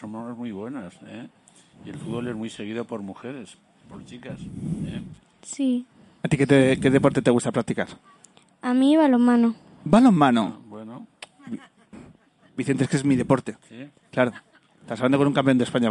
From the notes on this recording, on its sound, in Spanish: Segunda parte del programa Especial que hemos grabado en la azotea del Hospital Infantil 12 de Octubre de Madrid.